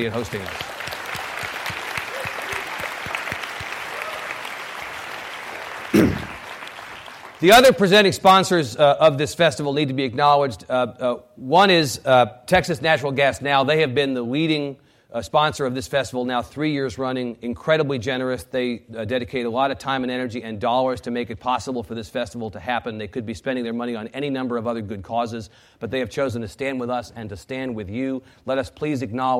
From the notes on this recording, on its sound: Keynote session of The Texas Tribune Festival.